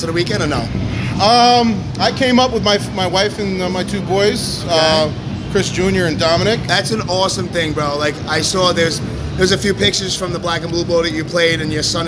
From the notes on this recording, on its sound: Live from This Is Hardcore 2018. In a very loud and chaotic backstage area at This Is Hardcore 2018. With a little side conversation.